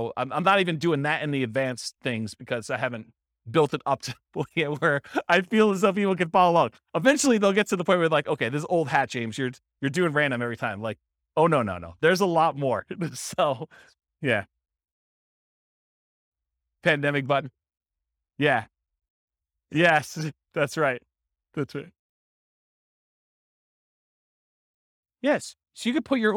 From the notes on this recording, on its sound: This was a live class recorded